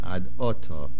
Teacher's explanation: The main accent is on the ayin.